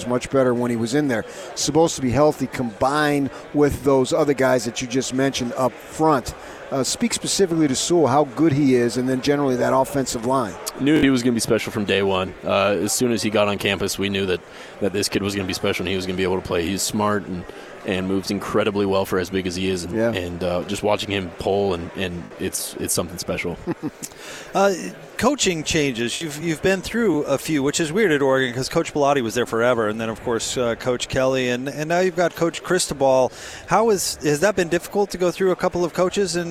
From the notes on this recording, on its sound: live from Pac-12 Media Day